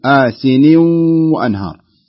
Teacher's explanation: تنطق النون كاملة خالصة ثم تنتقل إلى التنوين وتجعل إدغاما، لأن بعد التنوين حرف الواو والواو من حروف الإدغام بغنة.